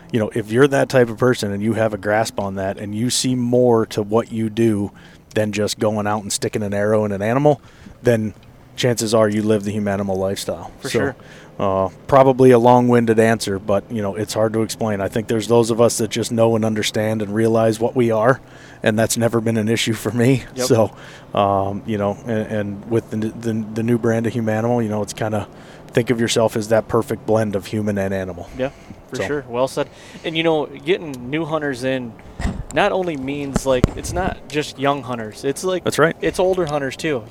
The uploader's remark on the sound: Recorded in the truck on the way to Ohio to kickoff the season.